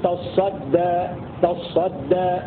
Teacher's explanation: قرأ الحرميان نافع وابن كثير بتشديد الصاد وهو الحرف الثالث في الكلمة فأنت له تصدى تصدى، هكذا يقرأ نافع وابن كثير على أنها أصلها تتصدى فأدغمت التاء في الصاد